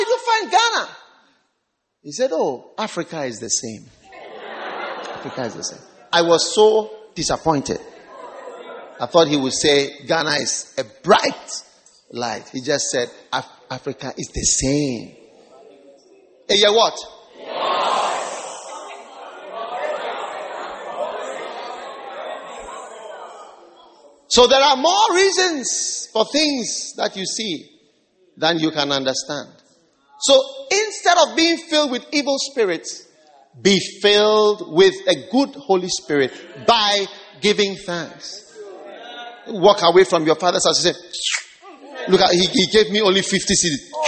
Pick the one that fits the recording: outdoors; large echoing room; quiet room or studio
large echoing room